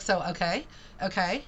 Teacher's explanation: The rising intonation is the one that gets me, because that's like when you, that actually, if think about Valley Girl talk, remember like everything was like in Clueless, it's like, so, okay, you go up, it's a question. But it's also uncertainty. It's like you're looking for approval, kind of.